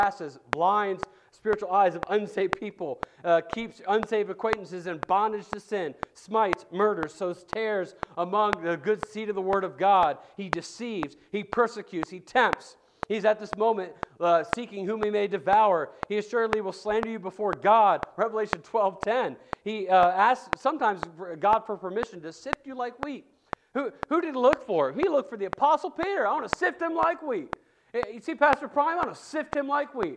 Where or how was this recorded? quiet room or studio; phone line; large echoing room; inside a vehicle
large echoing room